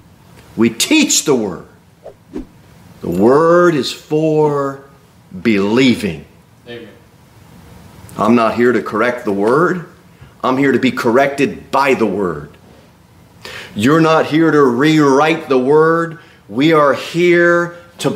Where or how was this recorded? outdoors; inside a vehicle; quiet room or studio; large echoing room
large echoing room